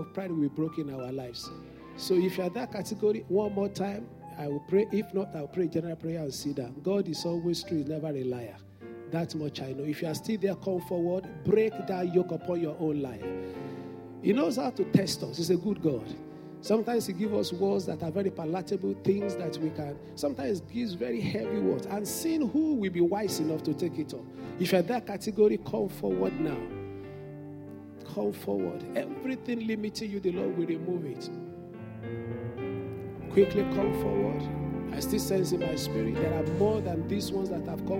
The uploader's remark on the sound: Sunday Service message. A deacon at Fountain of Love, RCCG Aberdeen, UK.